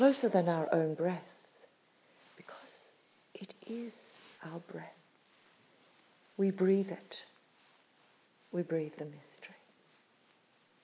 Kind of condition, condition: fault, phone or laptop microphone